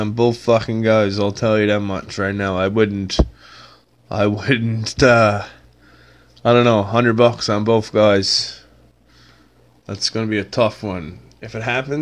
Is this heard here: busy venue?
no